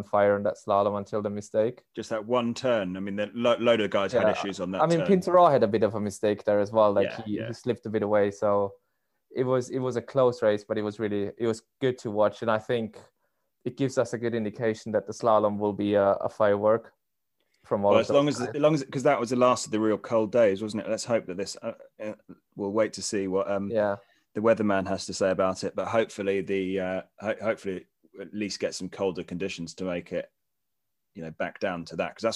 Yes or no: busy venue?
no